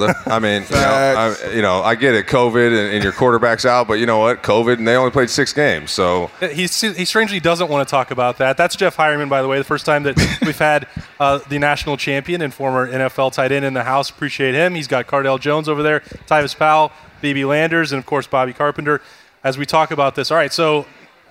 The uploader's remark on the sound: Recorded live at Urban Meyer's Pint House.